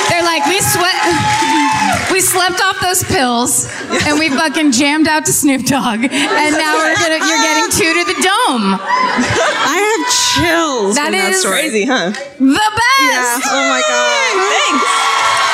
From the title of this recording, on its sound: Live at Revolution Hall in Portland (2017)